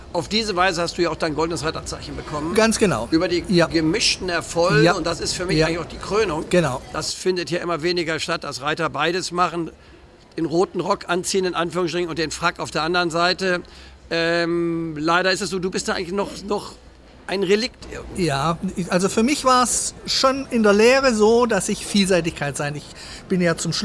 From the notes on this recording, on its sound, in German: Der Podcast wurde im Zuge des CHIOs in Aachen 2023 aufgenommen.